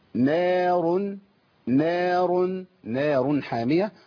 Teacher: لازم أفخم الراء ورقق النون والألف النون والألف مرققين نار نار نار حامية وناخد صلاة حقكم بقى